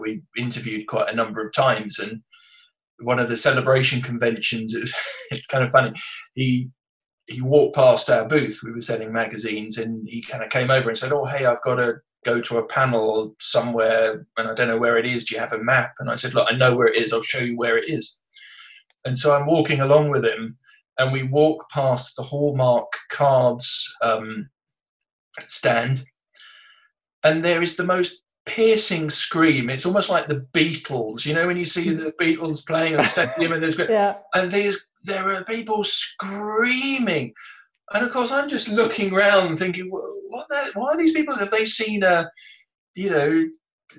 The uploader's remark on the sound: This episode was recorded remotely via Zoom and as such the sound quality may not be up to the usual high standards of the podcast recorded in the studio.